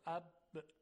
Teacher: یا در تلفظ حرف ف اف میبینیم که هوا جریان داره، اما در تلفظ بعضی از حروف، مثلا در تلفظ حرف با، میبینیم که جریان هوا به اون صورت نیست، یعنی نمیتونیم صدای حرف ب رو ما بکشیم، اب قطع میشه، یعنی لبها وقتی روی هم میاد قطع میکنه صدا رو، اب، تا وقتی که لبها کنده بشه.